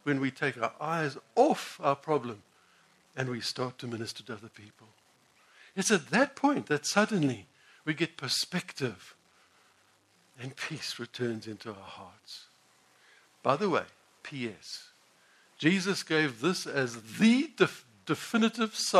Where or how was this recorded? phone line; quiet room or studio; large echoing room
large echoing room